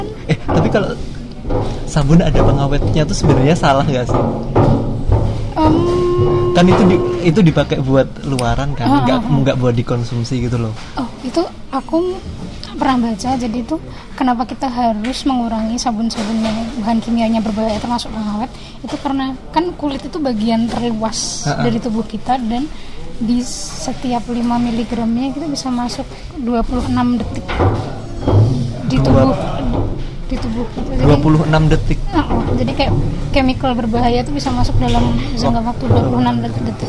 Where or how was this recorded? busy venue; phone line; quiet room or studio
busy venue